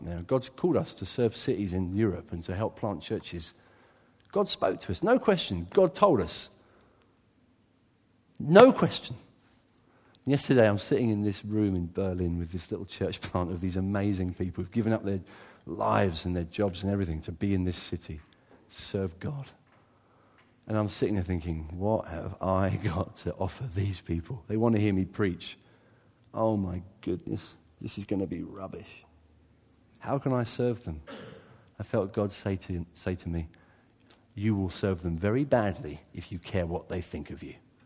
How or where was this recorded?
large echoing room